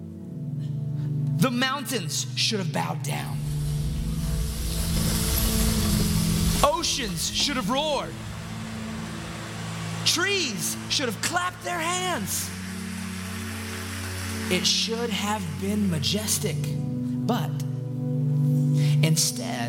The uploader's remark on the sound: In this special LIVE episode.